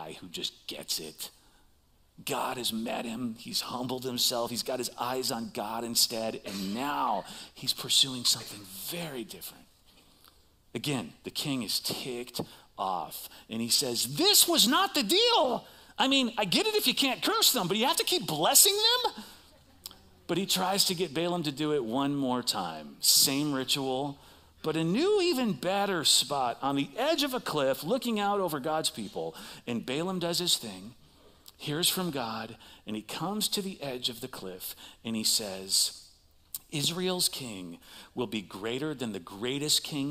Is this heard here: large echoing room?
yes